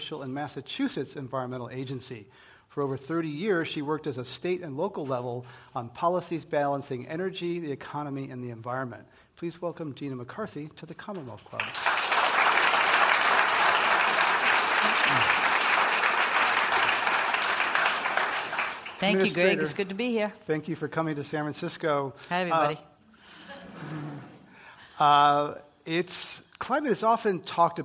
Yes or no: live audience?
yes